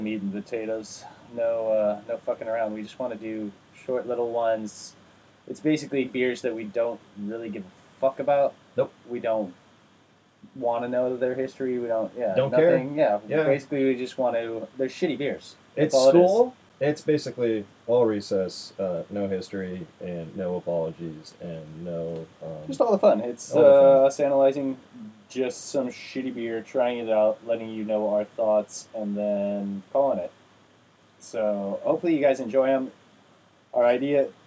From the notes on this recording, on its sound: Sorry about the shit audio.